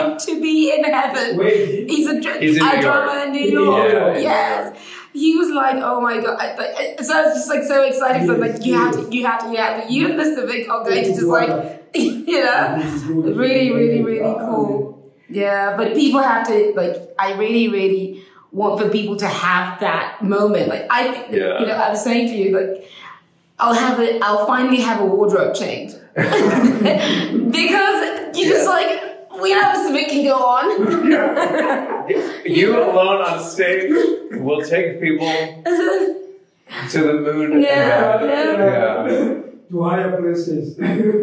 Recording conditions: echo